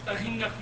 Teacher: إذا ثبتت القراءة بالهاء فهذا يعتبر إبدال مو بتصحيح، إبدال الهمزة هاء